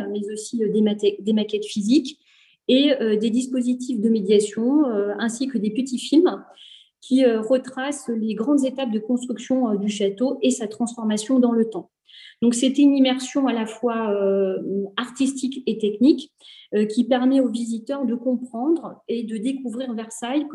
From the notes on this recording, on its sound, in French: Enregistré sur zoom le 20 avril 2021